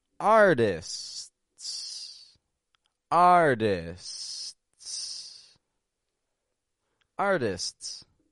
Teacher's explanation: The S, the pause, and then the S to make an STS.